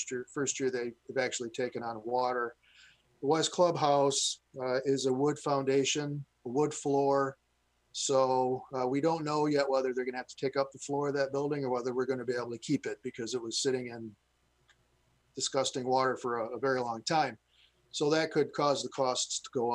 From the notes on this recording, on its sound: This is a regular meeting of the Midland City Council. This was an online Zoom webinar brought to you the MCTV Network and the City of Midland.